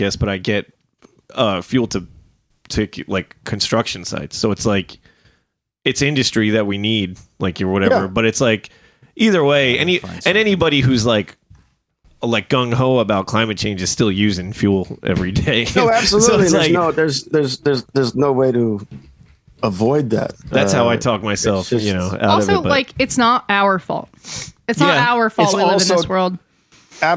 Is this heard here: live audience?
no